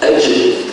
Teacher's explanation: الجيم إخواننا من وسط اللسان الجيم، لكن بعض الإخوة يستعملون بالإضافة إلى الوسط طرف اللسان.